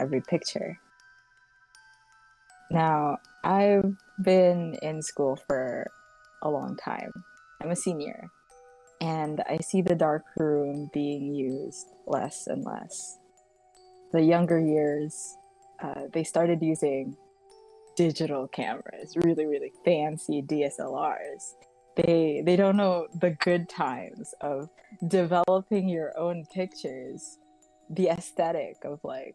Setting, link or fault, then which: fault, background noise